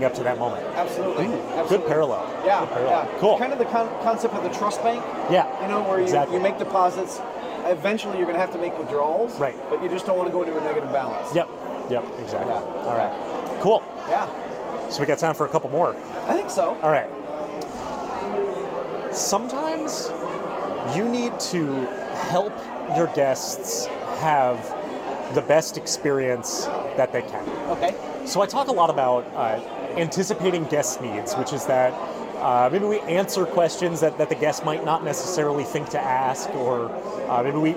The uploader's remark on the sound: they recorded their findings in person at the Florida Attractions Association annual conference in the middle of the networking center